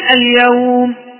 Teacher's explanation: تقول لي لأن فيها حرف لي وهو الياء، ياء ساكنة قبلها مفتوح · Term: لين عارض للسكون